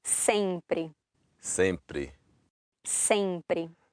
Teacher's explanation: if you ever hear somebody have a very strong nasal in sempre, sempre, that person probably comes from São Paulo